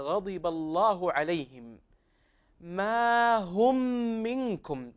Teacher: الميم الساكنة مدغمة فيما بعدها بأختها الميم · Term: الإدغام